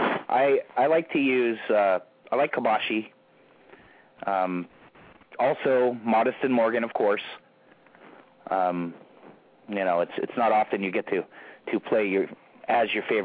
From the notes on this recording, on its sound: a very special "call in" guest